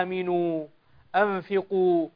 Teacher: الواو هنا تمد مدا طبيعيا بمقدار حركتين. · Term: مد طبيعي